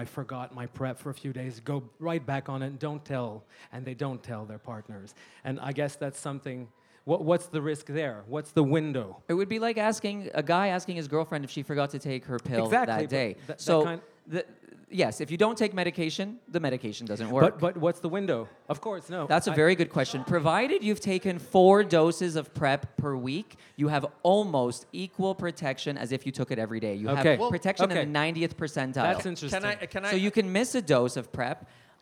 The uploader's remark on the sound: Beside The Point LIVE